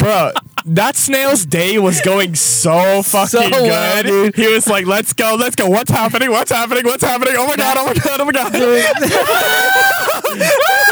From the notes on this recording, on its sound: We are in the car.